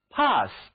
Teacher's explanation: P-A-S-S，这里字母 A 读作大张着嘴巴的那个元音啊